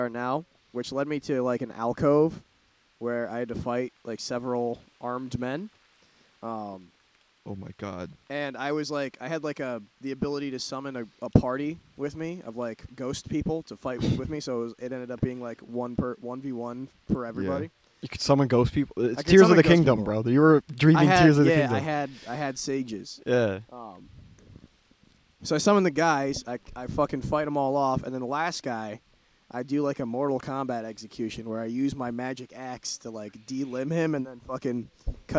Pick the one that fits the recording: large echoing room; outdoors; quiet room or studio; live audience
outdoors